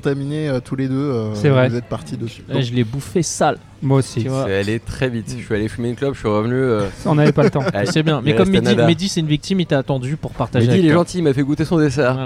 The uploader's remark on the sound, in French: Live au Take Away. En plus l'émission est en mode micro ouvert donc on est pas à l'abri que des auditeurs ou de parfaits inconnus viennent papoter avec nous ! Restaurant où nous avons enregistrés cette émission.